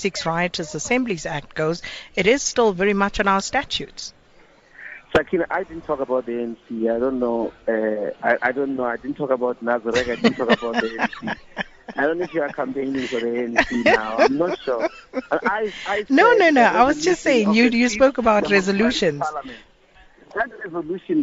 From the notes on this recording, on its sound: He was speaking outside the Bloemfontein Magistrate's Court.